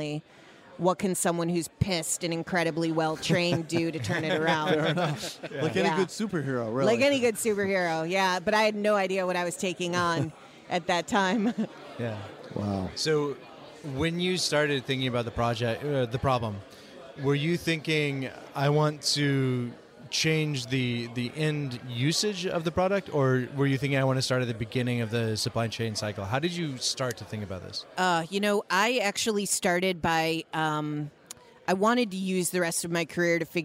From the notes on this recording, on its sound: At the 2017 WEAR Conference in San Francisco.